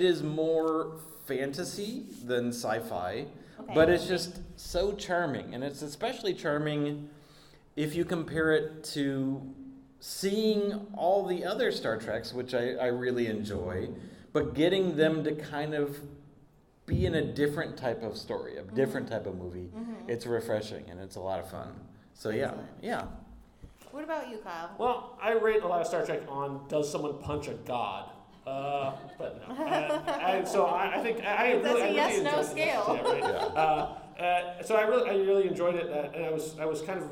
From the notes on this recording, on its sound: Live From Phoenix Fan Fusion. Come and be a part of an exciting episode recorded LIVE.